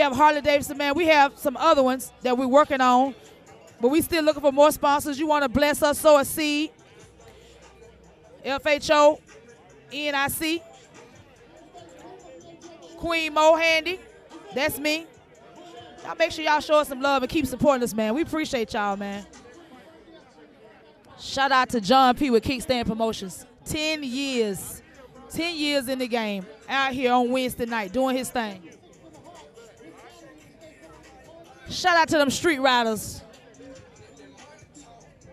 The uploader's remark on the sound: Went live at a local bike nite and this is just some of the audio we brought back to you.